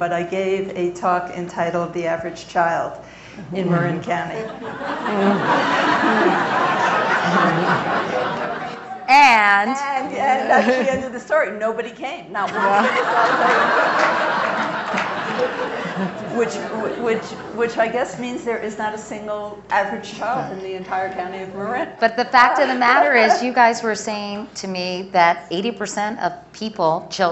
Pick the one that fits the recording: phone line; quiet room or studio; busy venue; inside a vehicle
busy venue